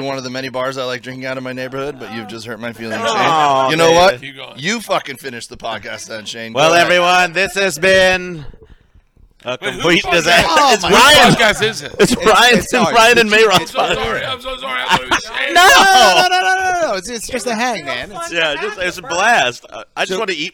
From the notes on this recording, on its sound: live from the legendary Comedy Cellar in NYC’s Greenwich Village